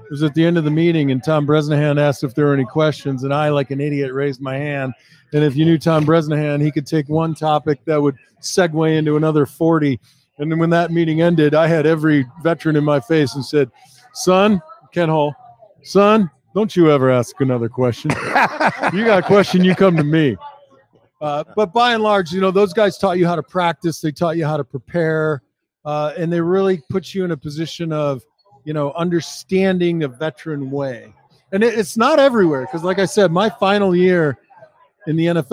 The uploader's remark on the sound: LIVE From Imperial Series. For a sit-down conversation taped live from Imperial Pizza in South Buffalo.